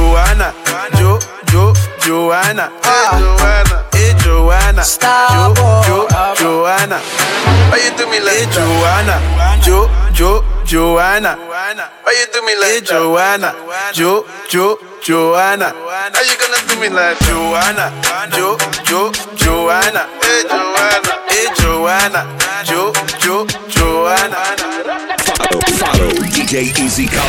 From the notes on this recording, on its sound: live from fayrooz 2019